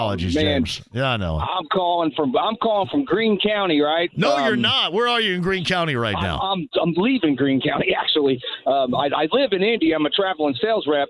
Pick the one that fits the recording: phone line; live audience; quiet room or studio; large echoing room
phone line